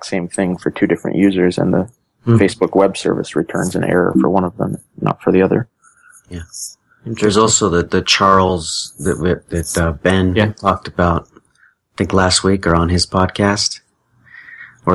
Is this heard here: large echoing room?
no